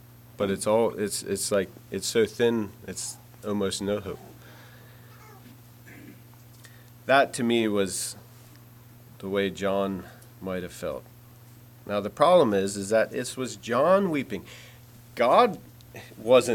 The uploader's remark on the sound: Message preached at Word of Hope on Sunday, November 12, 2023.